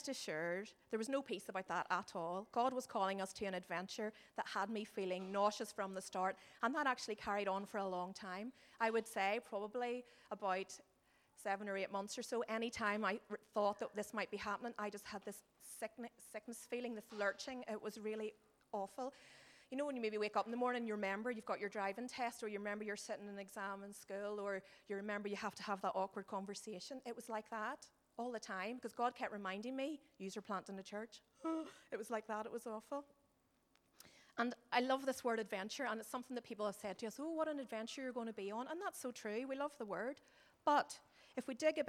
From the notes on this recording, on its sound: Recorded at our Sunday Celebration on 29th July 2018.